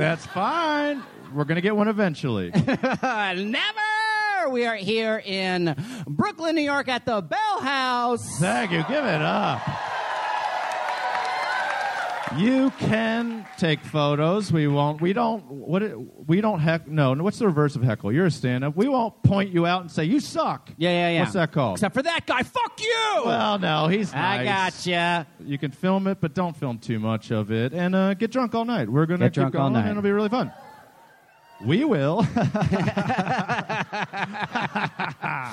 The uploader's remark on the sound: live from The Bell House in Brooklyn, NY